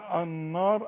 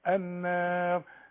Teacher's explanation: والألف كمان بتاعت النار مرققة · Shown in: second take · ما أقولش النار أقول النار، زي ما أقول الناس.